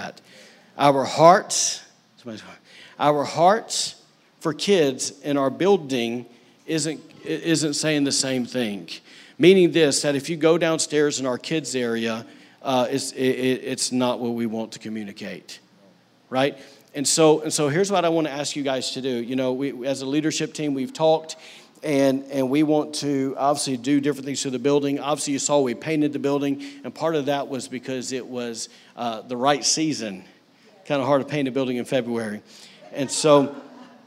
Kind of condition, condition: setting, large echoing room